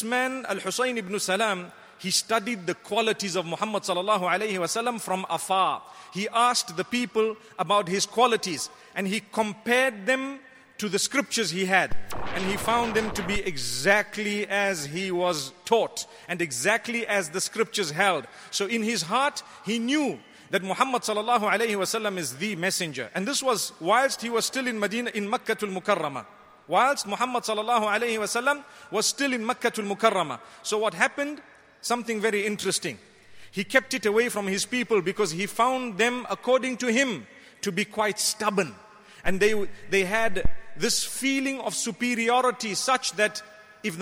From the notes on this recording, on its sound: Delivered at Tuanku Mizan Zainal Abidin Musjid